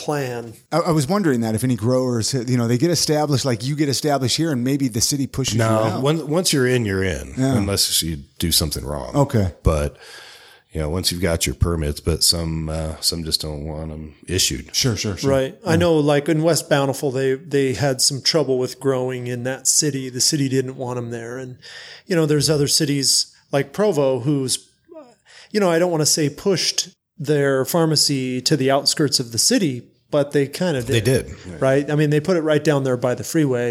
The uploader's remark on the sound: Recorded live at Zion Cultivars Payson cultivation facility.